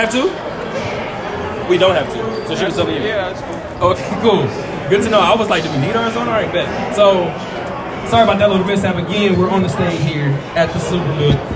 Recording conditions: busy venue